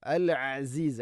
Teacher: അൽ മുഅ്മിനുൽ മുഹൈമിൻ, തൊണ്ടയുടെ താഴെ ഭാഗം, മുഹൈമിൻ. അൽ അസീസു, അൽ അസീസ് ഐൻ, തൊണ്ടയുടെ മധ്യഭാഗം. അൽ അസീസുൽ, അൽ അസീസുൽ ജബ്ബാറുൽ മുതകബ്ബിർ, മുതകബ്ബിർ എന്നല്ല, വഖഫ് ചെയ്യുമ്പോൾ മുതകബ്ബിർ, മുതകബ്ബിർ.